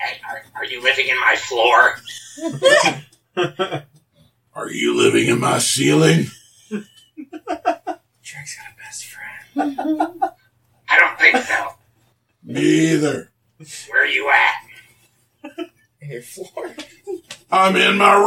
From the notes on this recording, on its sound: My editing is getting better but the sound quality was terrible on the raw recording.